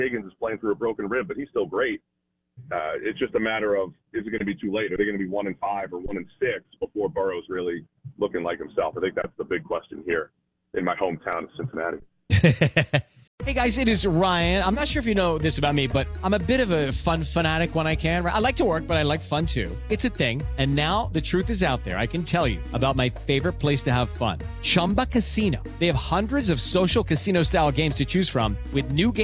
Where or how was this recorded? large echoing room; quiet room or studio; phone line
phone line